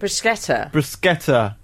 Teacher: In Italian, bruschetta has a hard C and is pronounced with a sk, not a sh sound. If it didn't have a h, it would be soft.